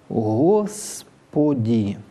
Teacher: А может быть и не огубленным, тогда зазвучит так: «Господи». То есть на «с» губы уходят из трубочки, а на «п» снова в нее возвращаются. Самый последний звук в слове «Господи» – «и» хорошее в церковном произношении, и «и» несколько редуцированное в произношении литературном.